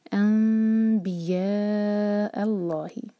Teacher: نون میم میں چینج ہو رہا ہے، یہ اقلاب، اقلاب کے بعد اخفاء شفی، تو میم پر ہم ٹائم دیں گے.